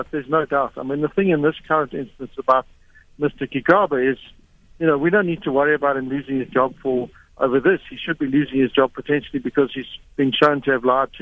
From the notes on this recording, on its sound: GUEST (phone)